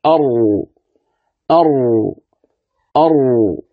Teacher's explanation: قال مع ما يحاذيه من لثة الأسنان العليا قريبا من مخرج النون، يعني عندها مخرج قريب النون، الراء من طرف اللسان مع ما يحاذيه من لثة الأسنان العليا · Term: حرف الراء